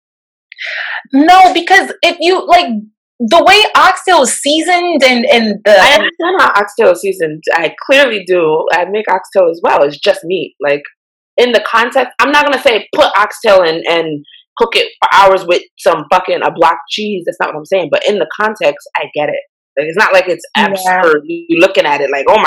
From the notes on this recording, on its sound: we had some slight technical difficulties this time around